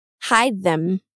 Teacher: I am going to hide them. There's a strong linking sound between hide and them.